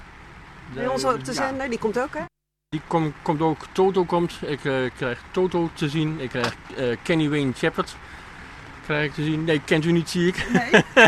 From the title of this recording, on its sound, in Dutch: op de North Sea Jazz-camping